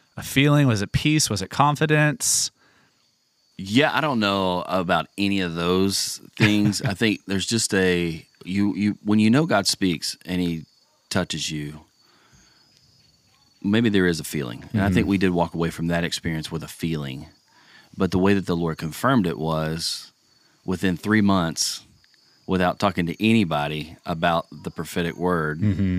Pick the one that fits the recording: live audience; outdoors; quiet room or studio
outdoors